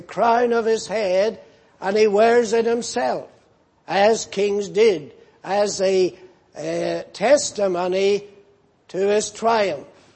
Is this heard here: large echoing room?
yes